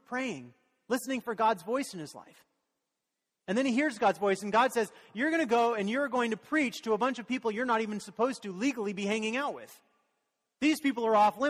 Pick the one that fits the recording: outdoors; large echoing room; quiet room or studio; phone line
large echoing room